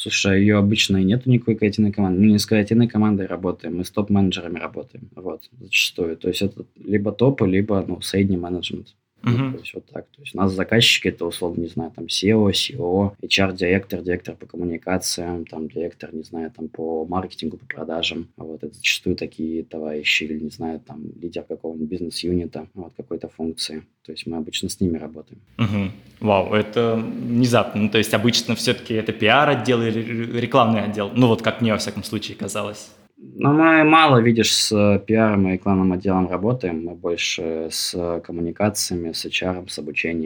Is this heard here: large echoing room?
no